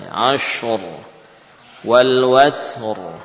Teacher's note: huruf ra saat waqaf hukumnya tebal.